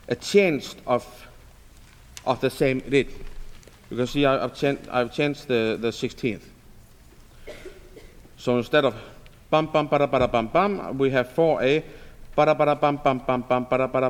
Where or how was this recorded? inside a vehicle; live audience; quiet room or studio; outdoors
live audience